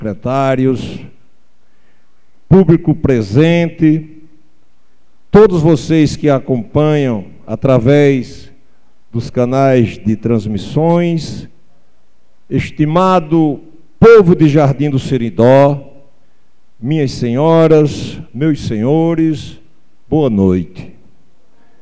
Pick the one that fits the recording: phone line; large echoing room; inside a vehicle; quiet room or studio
large echoing room